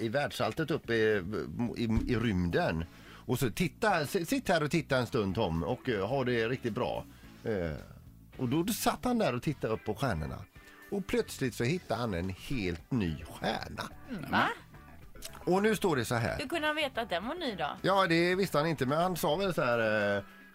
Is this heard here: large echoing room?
no